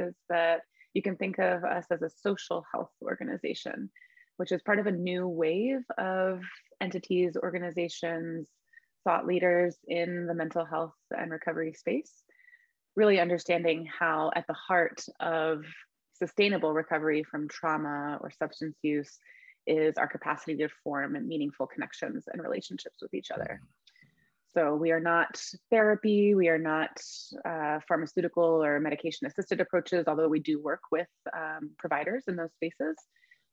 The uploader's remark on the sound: Recorded 12.10.2021 from Raleigh, NC & Asheville, NC on Zoom